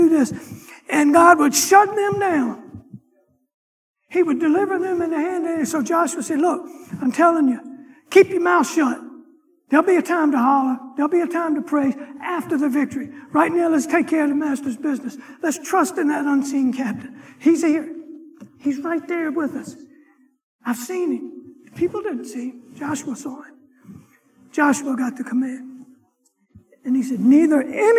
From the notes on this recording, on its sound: Sunday morning lecture